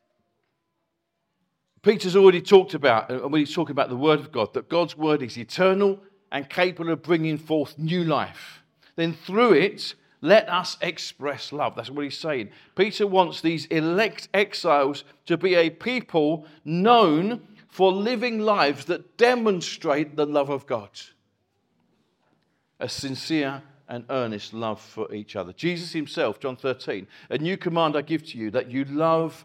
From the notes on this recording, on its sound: Recorded from our Chafford Hundred site